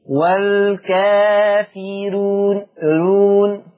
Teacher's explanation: بس لا تقليل في الألف، لا تقلل الألف فتقول والكافرون. · بس يا أخي كريم رفق الرأي كريم، والكافرون رون رفيق الراء. نعم، لأنها مضمومة ومصبوغة بكسر